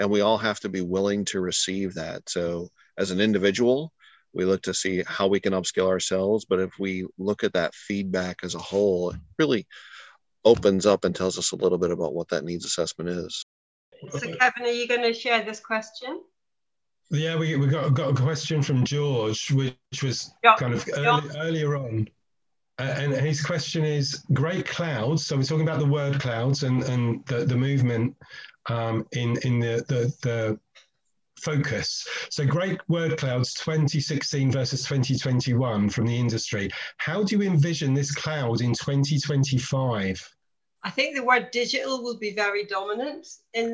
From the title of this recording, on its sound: 2021 Series Webinar 4